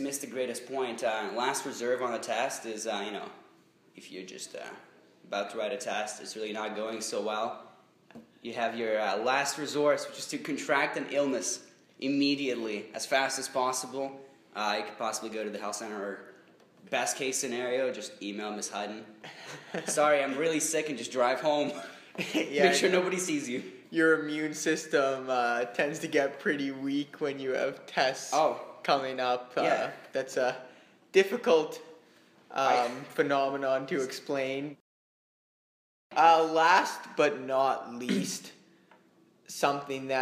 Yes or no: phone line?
no